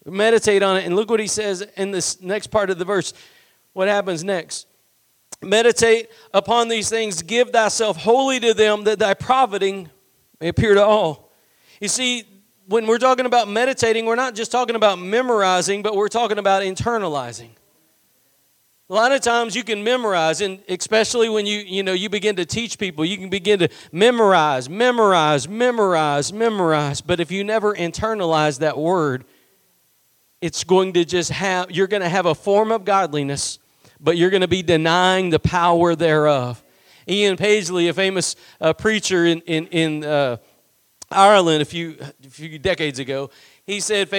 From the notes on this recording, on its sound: Preached at Gospel Lighthouse in Bossier City, La.